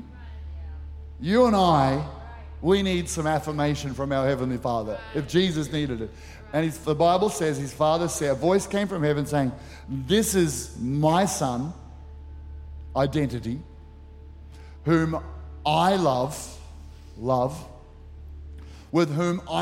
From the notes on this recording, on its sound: Recorded during our 9am service on Sunday, the 15th of October 2023.